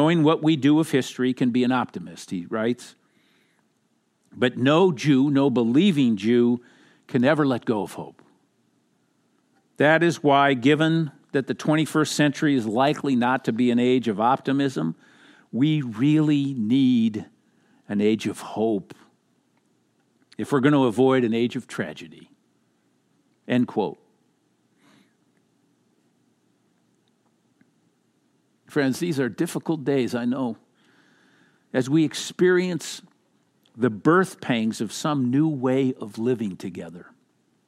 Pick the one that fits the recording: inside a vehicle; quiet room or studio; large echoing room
large echoing room